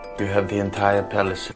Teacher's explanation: In German, the consonants at the ends of words are devoiced, and this carries over into English. So a word like have. You have the entire palace. Is going to have a f sound at the end.